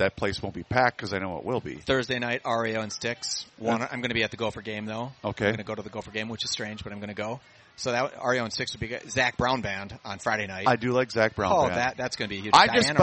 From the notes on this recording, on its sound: live at the MN state fair